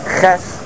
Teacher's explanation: You pronounce Ches, the sound you're making is with the palate.